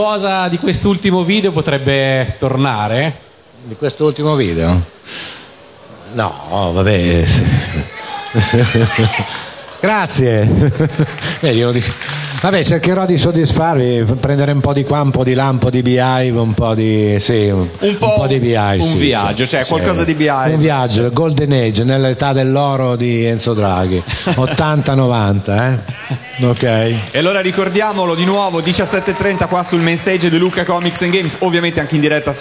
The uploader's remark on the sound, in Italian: Dal palco centrale di Lucca Comics & Games 2018